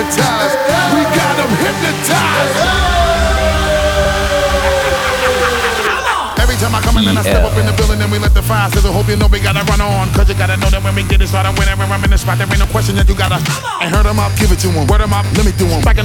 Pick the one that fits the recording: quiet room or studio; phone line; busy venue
busy venue